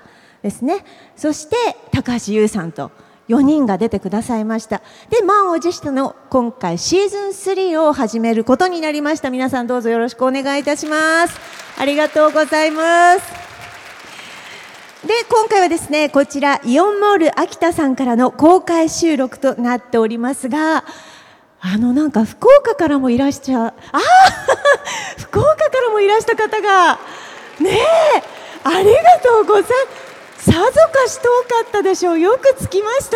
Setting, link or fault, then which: setting, live audience